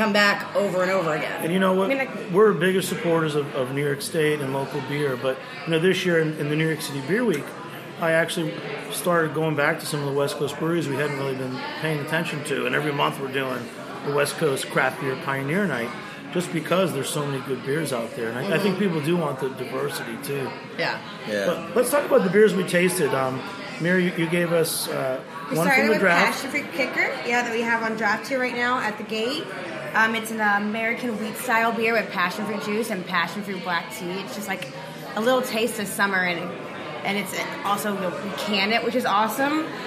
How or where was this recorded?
busy venue